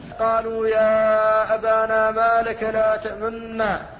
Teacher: والنوع الثالث من أنواع الإشمام هو إشمام السكون صوت الضم، وذلك بكلمة واحدة وهي تمنى، قالوا يا أبانا ما لك لا تمنى، فقد أشممت النون الساكنة شيئا من صوت الضمة